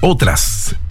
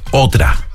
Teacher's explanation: Y esa S como que la aspiramos. · Shown in: second take · Claro, y eso se ha perdido de la forma de hablar de los chilenos.